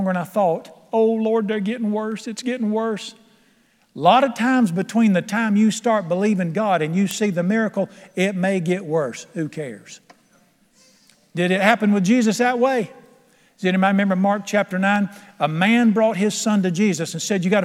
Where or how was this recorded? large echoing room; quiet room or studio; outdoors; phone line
large echoing room